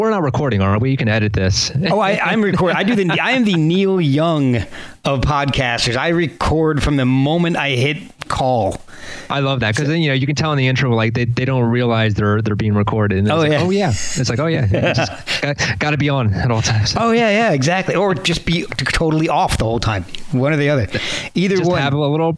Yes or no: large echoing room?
no